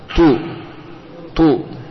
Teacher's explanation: Ada pun ta tipis dan mahmusah dan ada hamas atau udara yang mengalir